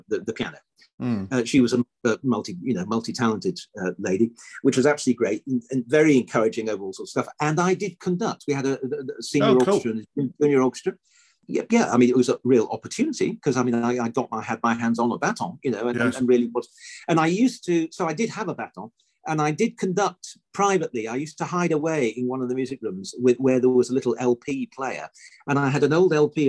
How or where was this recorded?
video call